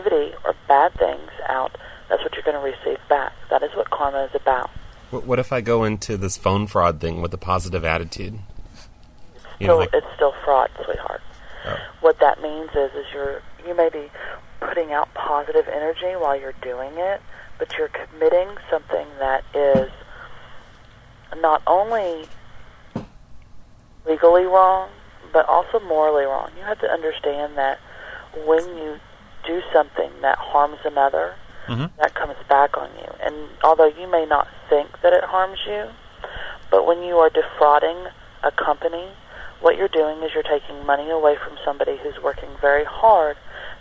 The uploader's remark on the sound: RBCP's Personal Prank Phone Calls Collection